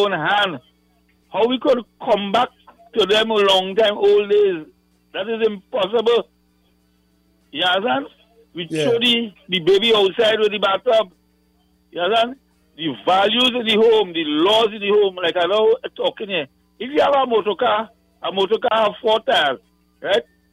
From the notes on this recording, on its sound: we take more calls from the audience